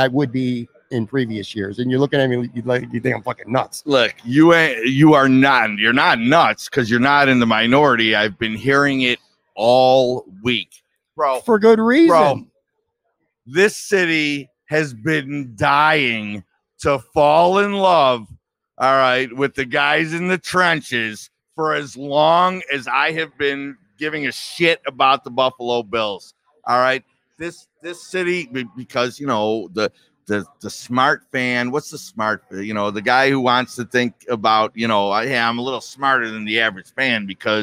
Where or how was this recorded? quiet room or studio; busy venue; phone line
busy venue